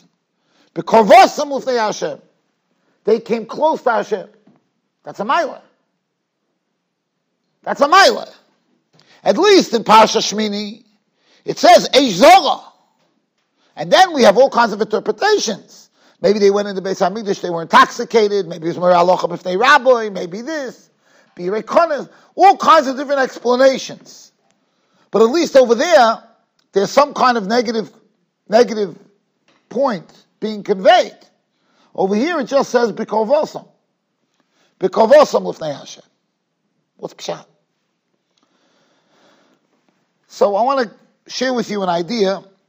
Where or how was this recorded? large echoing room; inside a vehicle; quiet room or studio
large echoing room